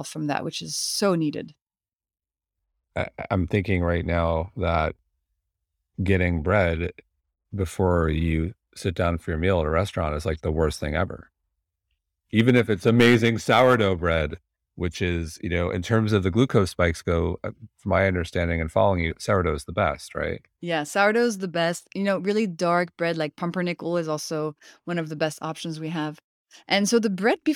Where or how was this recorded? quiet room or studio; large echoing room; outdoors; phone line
quiet room or studio